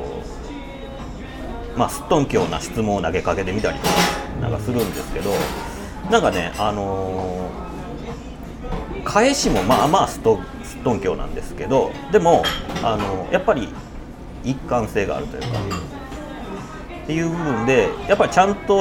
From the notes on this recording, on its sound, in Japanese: 直後に立ち寄った食堂で収録